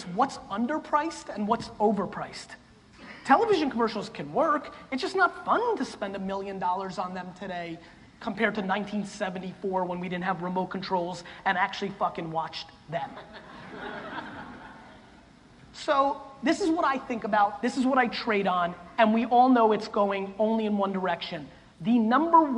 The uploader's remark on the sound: For this episode we go back to the Relentless Keynote I did in Los Angeles in 2017.